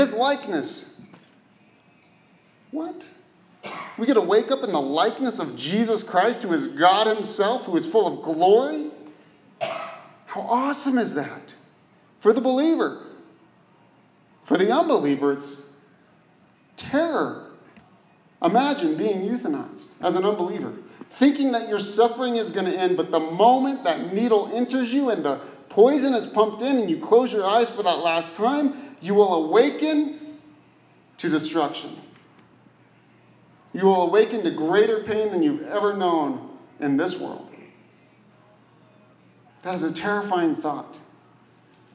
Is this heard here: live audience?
yes